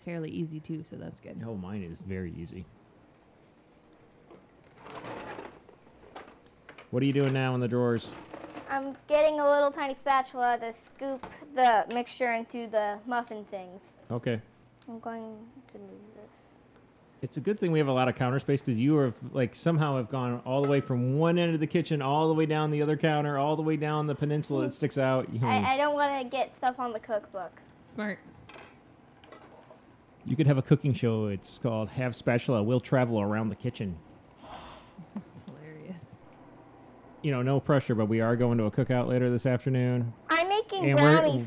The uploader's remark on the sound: Relocate their recording space to the kitchen. Juggle recording, cooking, parenting, and unfiltered reactions from pint-sized taste testers.